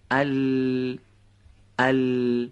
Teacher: با به ارتعاش در آوردن تارهای صوتی به صورت نازک خونده میشه و صدای اون هم از کنارهای زبان خارج میشه · Term: حرف لام